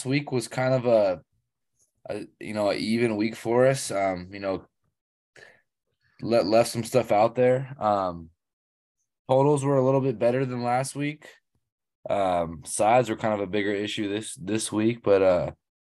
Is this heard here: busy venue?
no